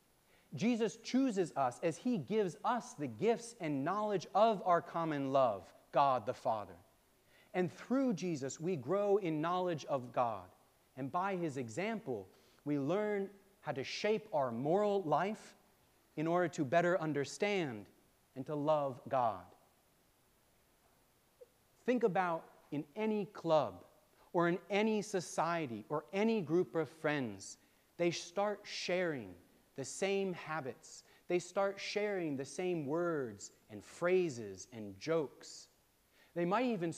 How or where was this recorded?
large echoing room